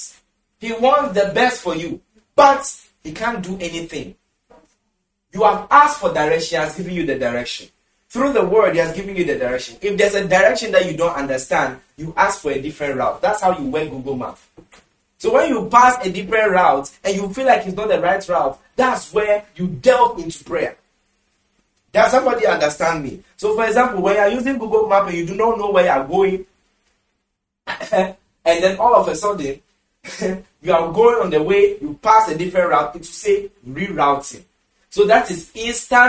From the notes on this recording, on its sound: Conference for Love Arena Denomination held at the Love Arena Church, Ghana.